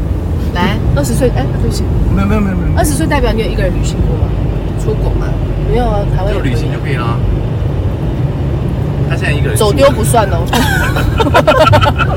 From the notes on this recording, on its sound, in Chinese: 車錄。聽著大家在車上說說笑笑的錄音。當時旅行中有大海味道的空氣，彼此聊天時大笑的呼吸，車窗空隙吹亂髪稍的風。旅途中參與錄音的三位特別的旅伴。